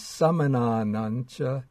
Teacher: And what happens, samananang, normally it would end with the nigahita, that is the ng sound, the M with a dot under it. But when that ng sound meets the cha, then the ung turns into the N with the wiggle on top. That's called the palatal nasal sound, because this makes it easier to pronounce in a flow, a continuous flow.